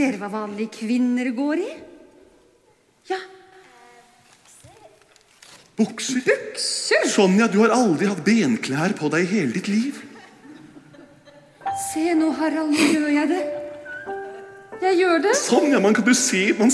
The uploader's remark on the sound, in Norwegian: Live fra Kampen kirke